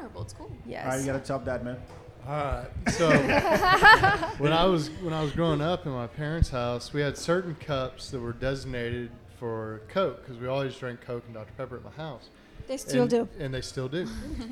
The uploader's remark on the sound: live from The DownMarket Public Goods in San Antonio